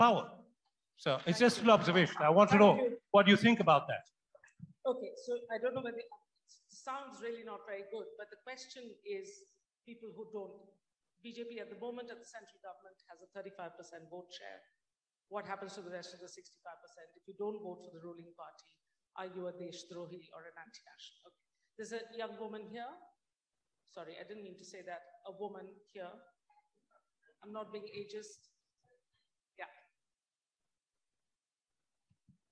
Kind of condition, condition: setting, live audience